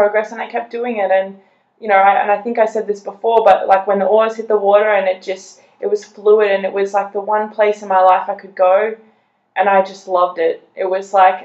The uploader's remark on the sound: We lost the direct audio on this recording and had to pull it off the video chat, the quality is not 100%.